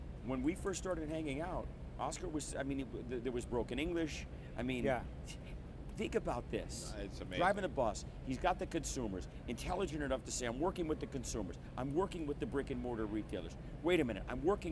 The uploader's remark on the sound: Recorded Live at the 2021 PCA Las Vegas trade show.